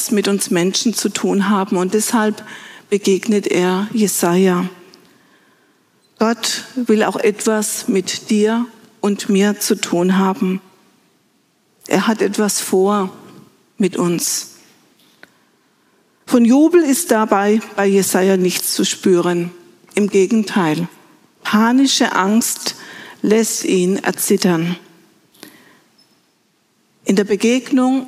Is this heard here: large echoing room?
yes